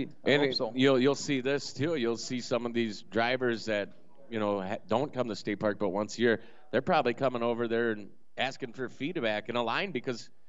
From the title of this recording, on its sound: 7-7-23 Trackside Live from Aftershock